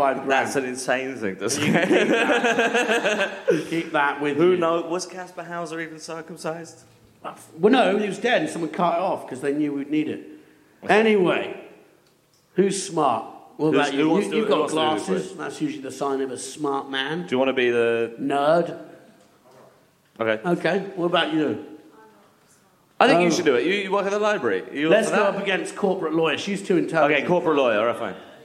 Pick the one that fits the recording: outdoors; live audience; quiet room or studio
live audience